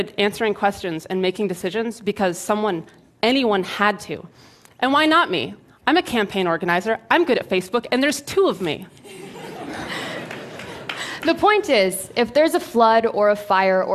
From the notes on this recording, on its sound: Filmed at TEDxBoston